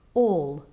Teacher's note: One of the major shifts from American standard to British received pronunciation is when a dark A turns into the open O, as we get here in the word all, A-L-L, or all.